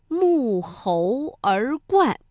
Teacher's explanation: 这个冠啊是一个多音字，它在沐猴而冠当中读四声